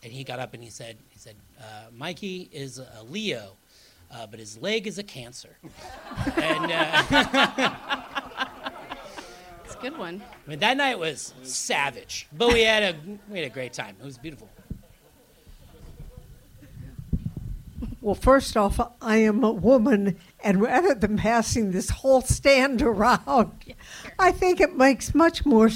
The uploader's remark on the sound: It's our second year hosting the LIVE Q&A podcast after Reimagine's "Good Grief" comedy show at the legendary Punch Line comedy club. We had the pleasure to record on stage right after the show.